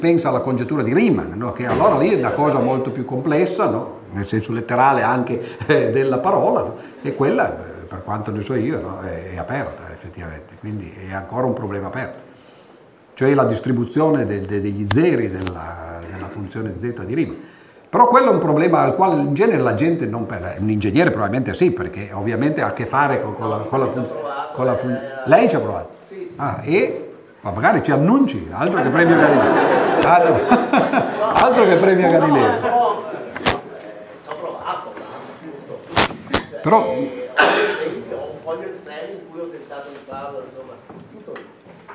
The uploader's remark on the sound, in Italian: Registrazione del 21/1/2011, presso l’Università di Padova, Aula C, Polo Didattico, via Bassi 2. Presso l’Università di Padova, Aula C, Polo Didattico, via Bassi 2 (di fronte alla Torre Archimede, sede del Dipartimento di matematica).